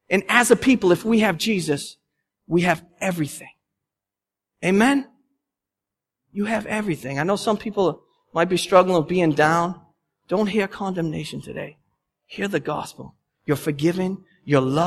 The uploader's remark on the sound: The sermon audio from our Palm Sunday service. At Restoration Road Church in Wakefield, Massachusetts.